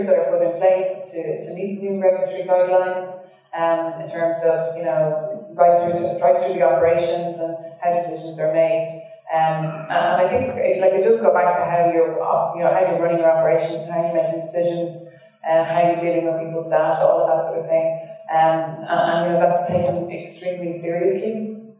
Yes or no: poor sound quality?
yes